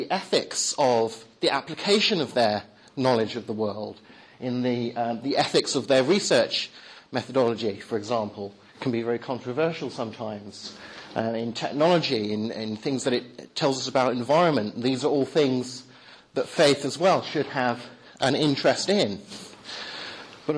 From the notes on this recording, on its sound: Talk at the Reasonable Faith? Course, Highfield Church, Southampton, October 2010.